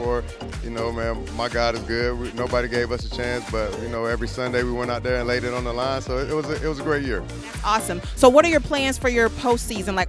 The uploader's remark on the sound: live on the red carpet for the 2020 Super Bowl Gospel Celebration in Miami, Florida!